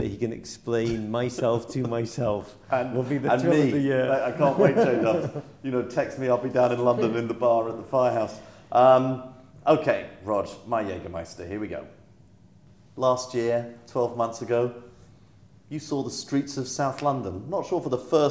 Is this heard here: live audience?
yes